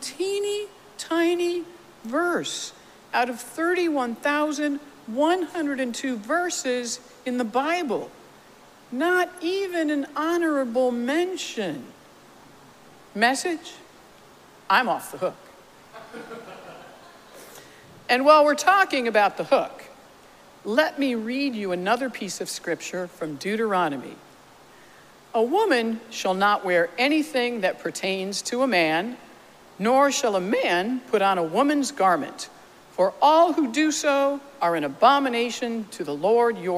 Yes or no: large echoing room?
yes